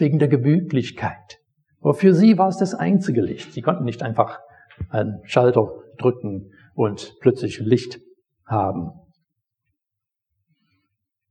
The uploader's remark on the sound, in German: Predigt aus dem Gottesdienst.